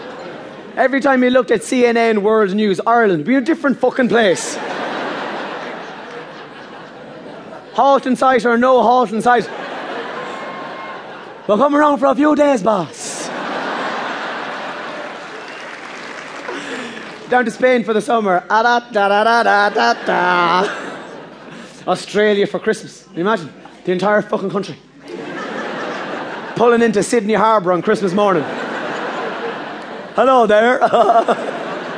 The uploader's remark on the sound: The Comedian's Cut: Live at Vicar Street. Format: Original Recording. Publisher: Redbush Entertainment.